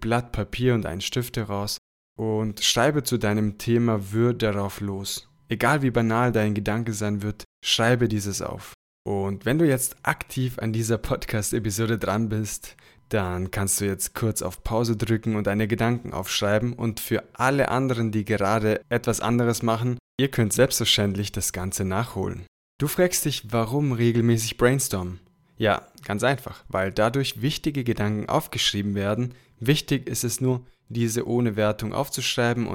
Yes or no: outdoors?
no